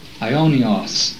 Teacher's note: The Greek word is aionios, A-I being pronounced as though it were a long I in English, the O as a long O